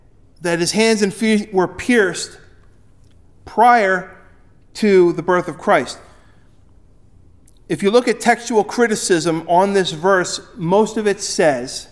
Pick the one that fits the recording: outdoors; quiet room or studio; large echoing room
large echoing room